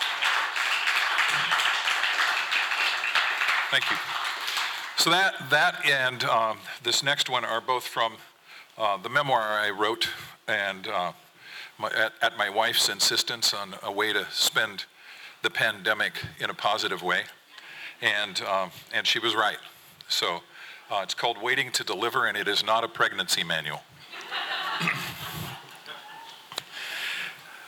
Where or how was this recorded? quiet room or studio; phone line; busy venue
busy venue